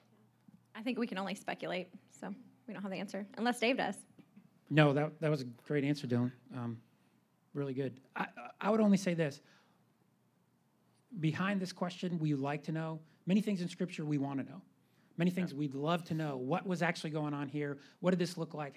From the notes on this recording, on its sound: Live Q & A Sunday: 1st Service